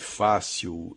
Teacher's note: A sílaba tônica de café é fé, a sílaba tônica de urubu é bu, a sílaba tônica de fácil é fá